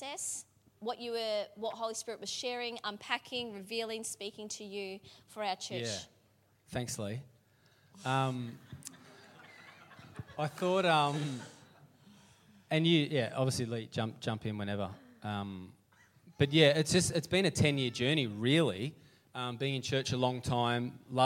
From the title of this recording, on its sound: LIVE at Echo Church